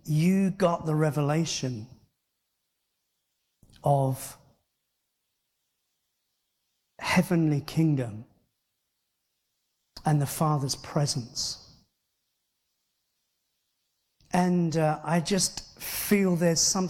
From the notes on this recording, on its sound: Christian Life Church Hereford // Father's Heart Conference